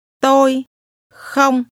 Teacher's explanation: The first two words will have the same mid-level tone.